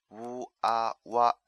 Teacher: 发音的时候先发半元音，呜，然后迅速滑向单元音，啊 · Term: 复合元音